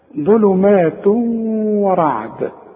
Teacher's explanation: يبقى فيه ادغام كأن الواو مشددة شفت بقى ظلمات و شوف اهو ده الادغام يبقى التنوين دخل في الواو